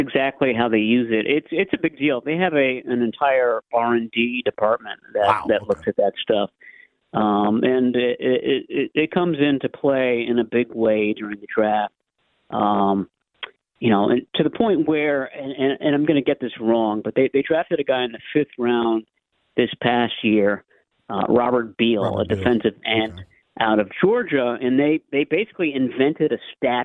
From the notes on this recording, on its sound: take your calls